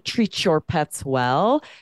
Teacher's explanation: you hear that ch between those words. And if the examiner hears you separate that and there's no assimilation and you say it's vital to treat your pets well, your score is affected.